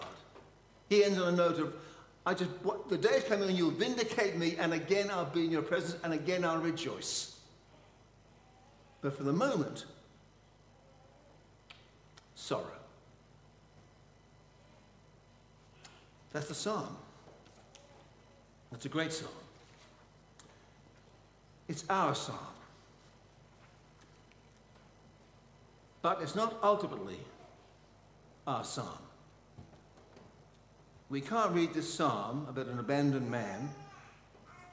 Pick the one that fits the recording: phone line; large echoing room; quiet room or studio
large echoing room